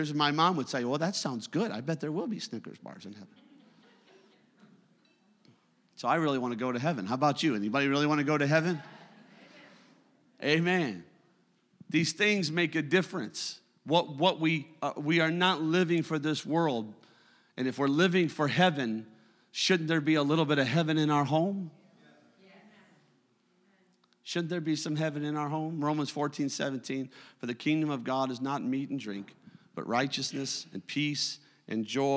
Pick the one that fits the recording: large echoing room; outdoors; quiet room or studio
large echoing room